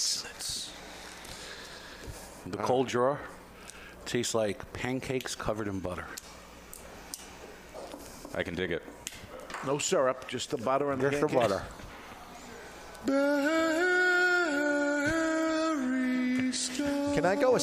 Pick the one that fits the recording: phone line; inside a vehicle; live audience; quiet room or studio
live audience